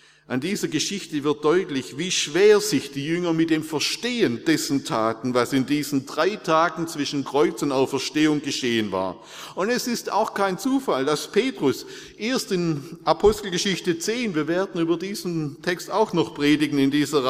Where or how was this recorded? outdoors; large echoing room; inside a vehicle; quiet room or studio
large echoing room